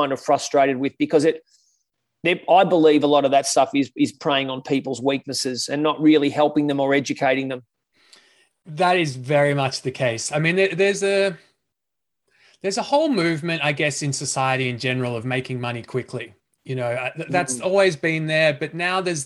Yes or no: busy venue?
no